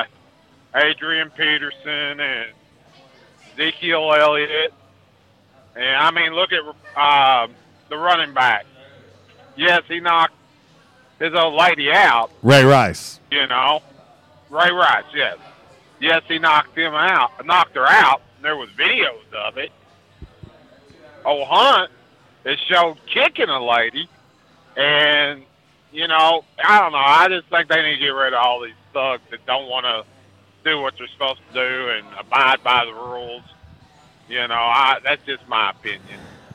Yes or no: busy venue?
yes